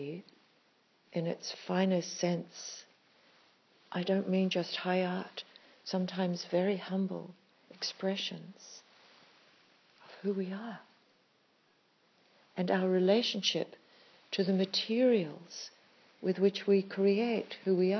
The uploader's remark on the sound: A Mana Retreat Centre talk. This is just one of a series of talks that day, given with spontaneity and heart, and recorded informally on an iPhone.